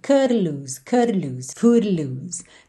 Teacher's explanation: Não colocou uma vogal, cutty, mas chegou a fazer assim uma vibraçãozinha da língua no céu da boca